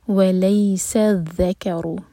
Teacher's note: ذال کے لیے ہماری زبان اوپر والے دانتوں کو ٹچ کرے گی اور تھوڑی سی ٹپ باہر ہوگی